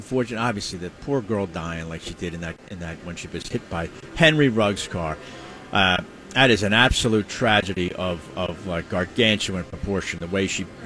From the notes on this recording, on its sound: LIVE from the Parx Casino Sportsbook.